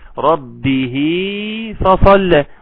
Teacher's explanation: مد صلة صغرى يمد بمقدار حركتين